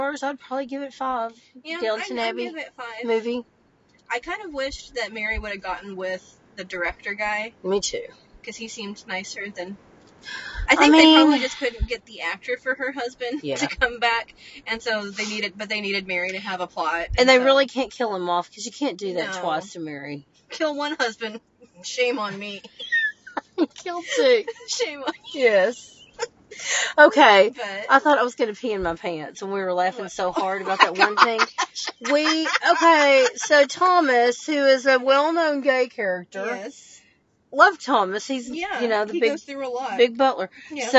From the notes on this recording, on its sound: Join us for a special bonus episode in the car!